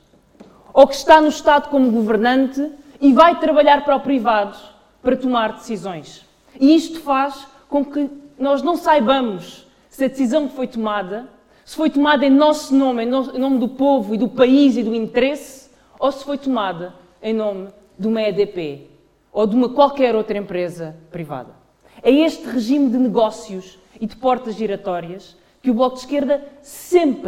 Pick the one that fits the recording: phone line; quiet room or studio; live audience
live audience